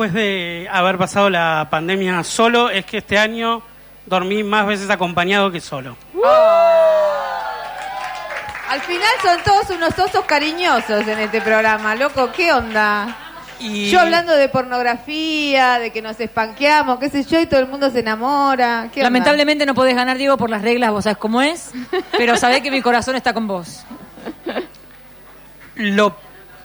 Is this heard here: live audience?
yes